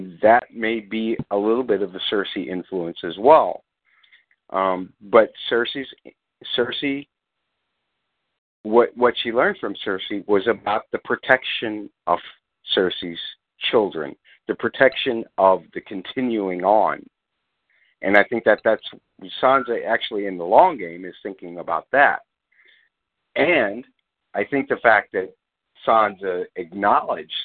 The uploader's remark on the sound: Fan Call.